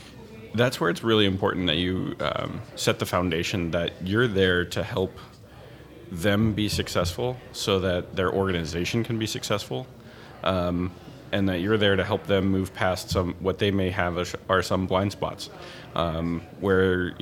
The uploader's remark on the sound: Live From Agile Midwest